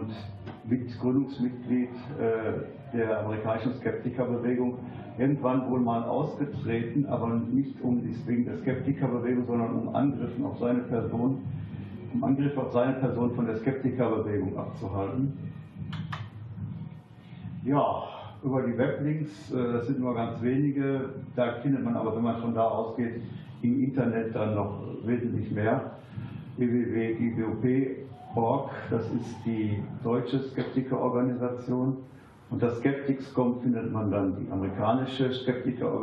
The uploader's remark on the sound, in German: in seinem Vortrag im Unperfekthaus in Essen